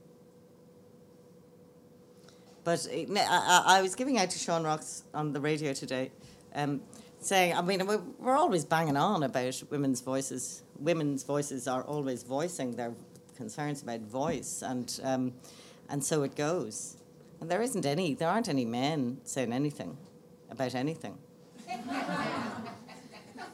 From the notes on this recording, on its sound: Laureate For Irish Fiction Annual Lecture 2016. Delivered her first US lecture as Laureate for Irish Fiction at the Lillian Vernon Creative Writers House as part of the Laureate programme.